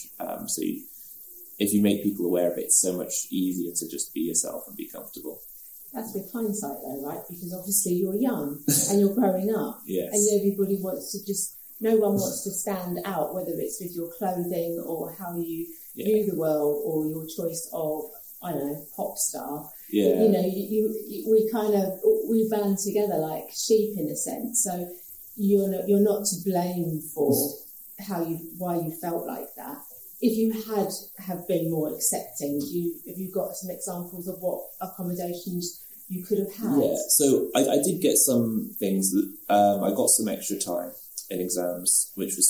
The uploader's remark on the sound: For our first-ever face-to-face Sunflower Conversations recording. This was a live recording, and as such, the sound isn't the best quality.